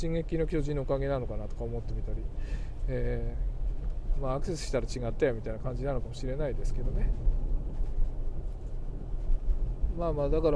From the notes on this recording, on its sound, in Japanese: 運転中。けっこう前に収録してます。大雨の夜の車のなからお届けつっての第３弾。